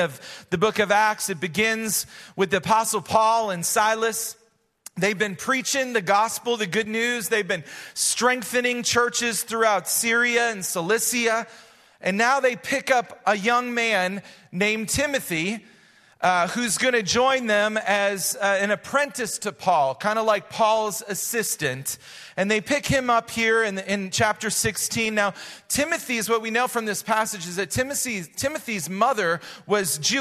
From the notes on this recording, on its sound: Recorded live at Hope Church in Springfield, Mo.